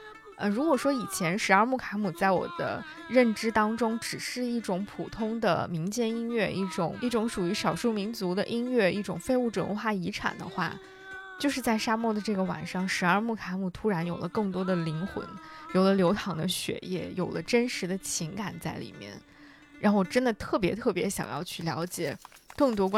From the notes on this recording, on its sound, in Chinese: 在沙漠里帮忙录音